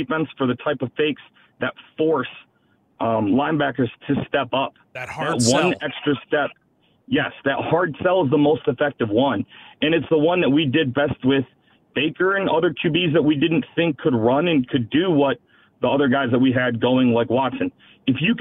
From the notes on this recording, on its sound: it's to the phones to see what the fans think